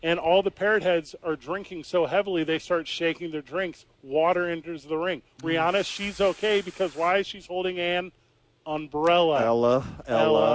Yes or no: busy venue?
yes